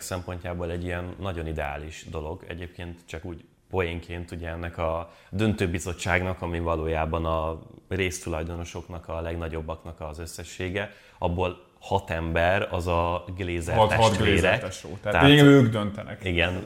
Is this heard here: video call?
no